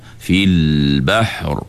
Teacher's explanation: Dia dengan cara kita mengangkat pangkal lidah. Maksudnya pangkal lidah terangkat bila kita baca fil bahr. · Term: tebal